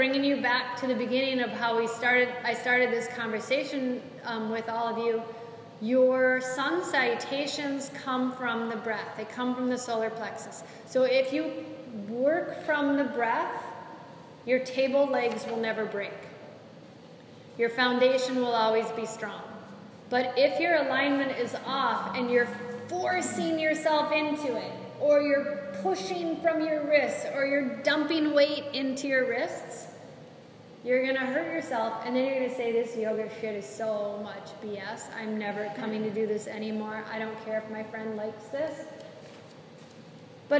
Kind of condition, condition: setting, live audience